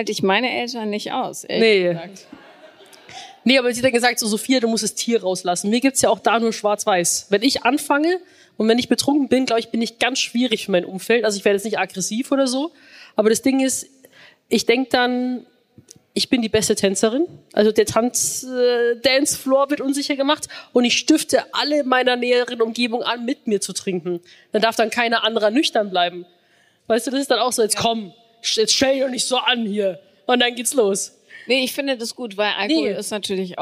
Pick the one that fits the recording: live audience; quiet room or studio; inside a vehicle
live audience